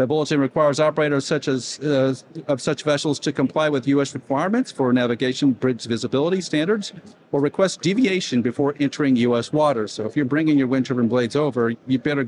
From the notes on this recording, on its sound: Live from Wind Europe 2023 in Copenhagen